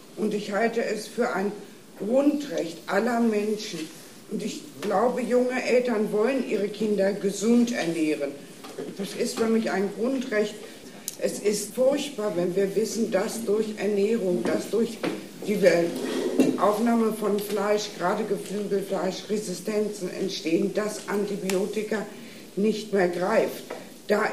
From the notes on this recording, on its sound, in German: Es war relativ wenig Publikum in dem hannoverschen Freizeitheim, aber alle Parteien waren der Einladung gefolgt.